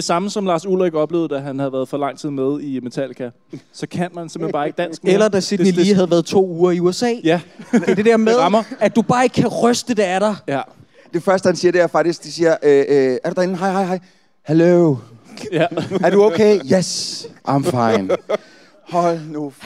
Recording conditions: live audience